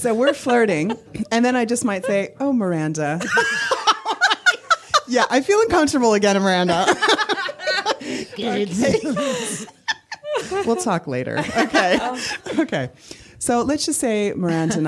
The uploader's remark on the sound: live at The Phoenix Arts Club in London